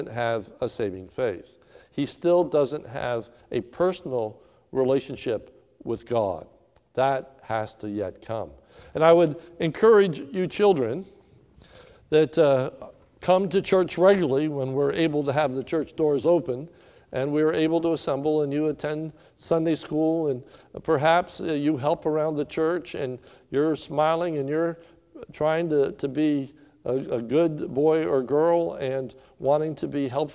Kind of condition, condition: setting, large echoing room